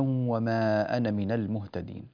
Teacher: وكلمة أنا ألفها لا تنطق، الألف التي بعد النون تسقط في حال الوصل وحال الوقف